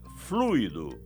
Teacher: a pronúncia é fluido, com a tônica no U. Existe a forma verbal fluído, com acento gráfico no I, que é particípio do verbo fluir.